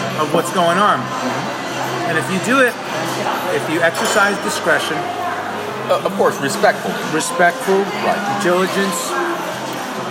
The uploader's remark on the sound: We caught up after that first gig we played together over some grub in Vegas. Please forgive the background noise.